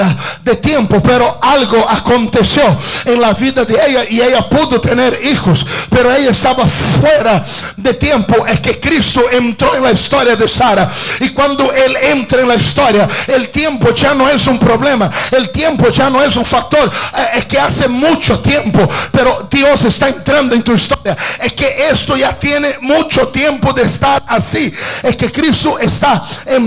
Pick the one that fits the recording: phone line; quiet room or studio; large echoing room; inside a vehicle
large echoing room